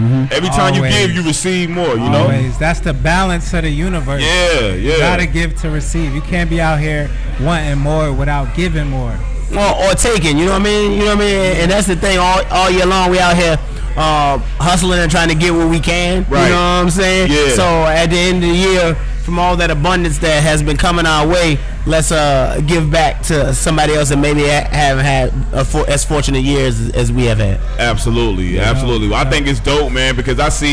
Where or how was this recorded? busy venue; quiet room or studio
busy venue